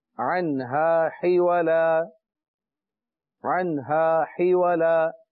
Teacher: یہاں نون ساکن آیا عن، لیکن میں نے غنہ نہیں کیا، عن ہا فوراً ہا شروع کر دیا، کیوں نہیں کیا غنہ؟